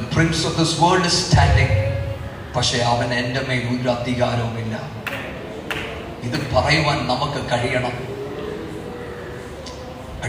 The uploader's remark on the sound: Sermon preached at IPC Tabor church